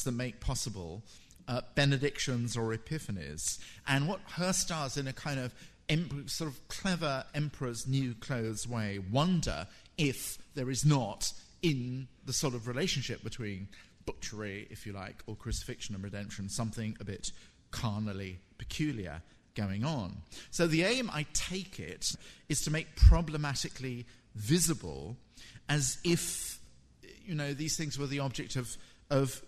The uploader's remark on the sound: in this recording of his FT Frieze week lecture